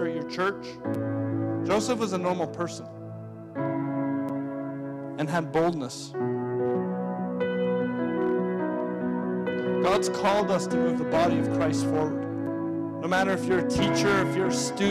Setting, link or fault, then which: setting, large echoing room